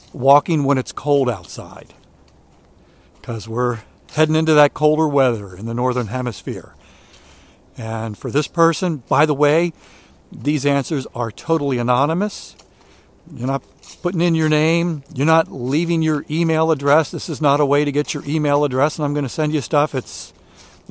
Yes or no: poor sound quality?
no